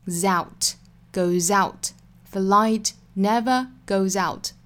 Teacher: 注意 goes 后面的这个 s 啊，读浊音